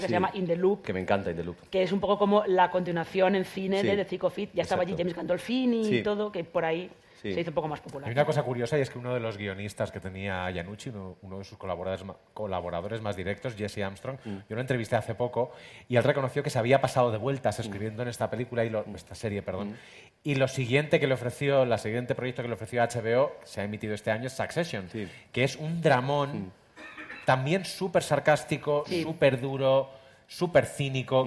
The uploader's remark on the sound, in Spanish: el programa en directo de **Fuera de Series en Fundación Telefónica de Madrid